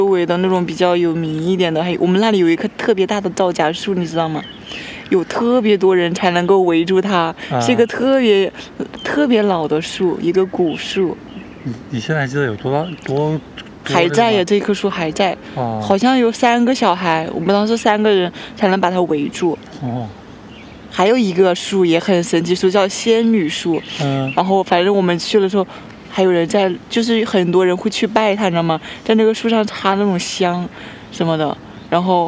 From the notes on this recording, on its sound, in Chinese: 虫鸣鸟叫。本期播客是我们五一前在公园野餐录制的。